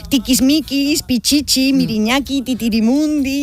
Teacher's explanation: la I, al ser una vocal cerrada y anterior, tiene un timbre agudo y las lenguas y sus hablantes pueden explotar ese sonido para crear pues esa sensación expresiva.